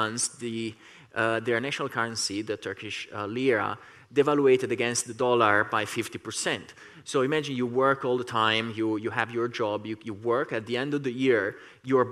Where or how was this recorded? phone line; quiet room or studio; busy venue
busy venue